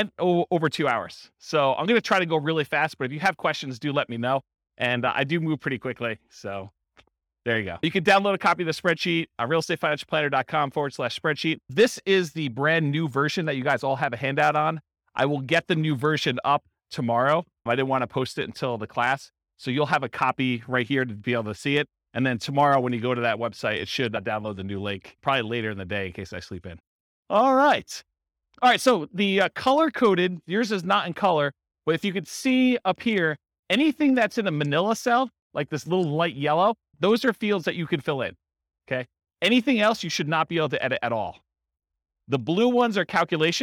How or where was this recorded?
live audience